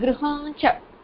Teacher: if you decide not to give a break when you pronounce it, it should be grihancha, which will be an anuswara. So if you decide to take a break in between the makara and the consonant second word, then you can pronounce the ma.